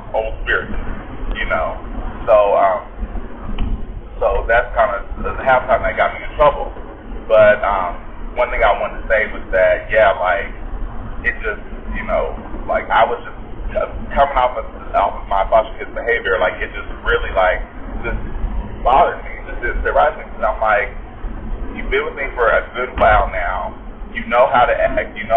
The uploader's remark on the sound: Bare with me for the Audio was not as good due to where I was.